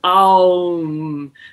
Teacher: going from ah, the beginning ah sound that you make in the very back of your throat, through all the vowel sounds to ooh at the end. And then you close your lips to get the sound. · Term: circle of vowels